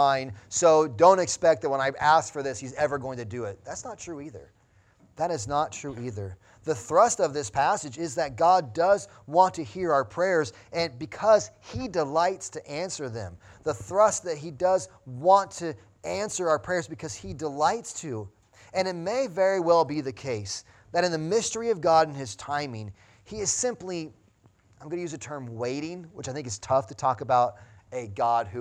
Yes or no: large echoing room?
yes